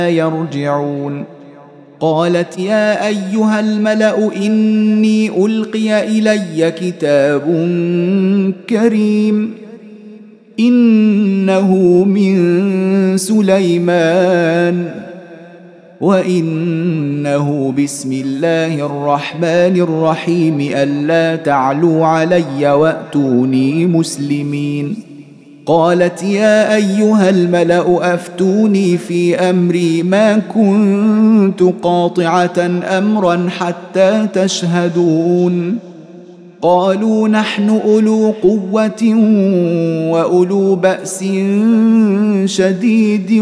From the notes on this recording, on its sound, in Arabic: مسجل من صلاة التراويح بمسجد السلام بحي مشرفة بجدة.